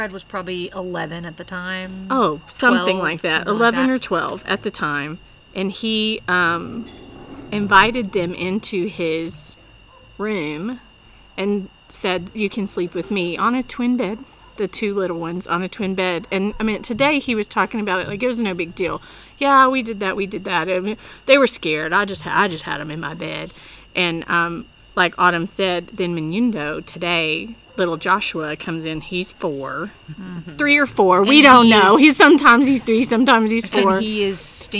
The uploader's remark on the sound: Arise Africa Mission Trip. This audio comes straight from the field, so you’re going to hear weird things in the background.